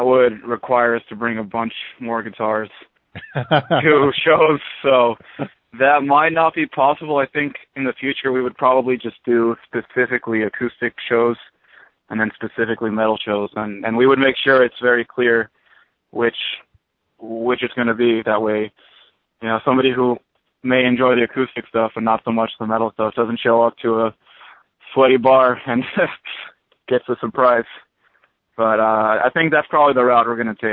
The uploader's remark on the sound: on the call in this metal artist interview